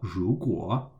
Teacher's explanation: That's ru in the second tone, ru, and then guo in the third tone, guo